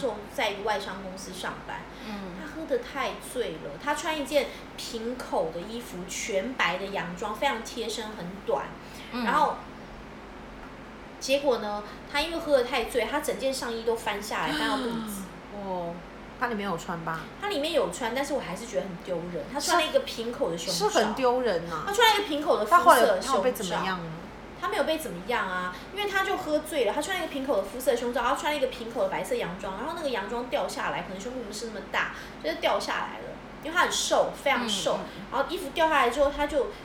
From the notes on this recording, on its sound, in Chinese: 喝酒那些事系列由於是試錄集，收音設備非常陽春，請海涵～。